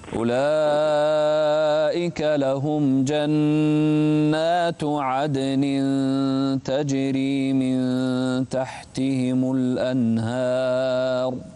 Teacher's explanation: ما في تنوين، انتبه إلى النون مشددة والتاء